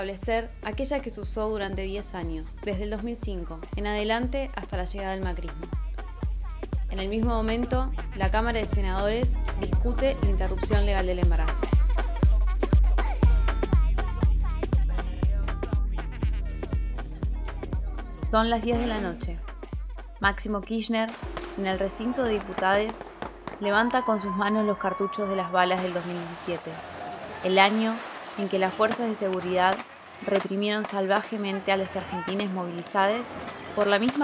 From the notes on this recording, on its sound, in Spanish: Los paisajes sonoros fueron grabados en las calles de Buenos Aires el 10 y 29 de diciembre del 2020.